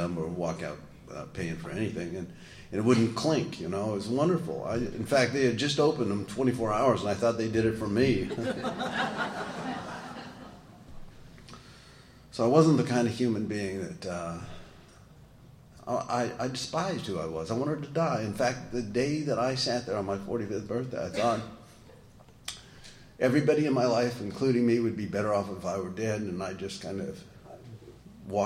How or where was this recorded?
live audience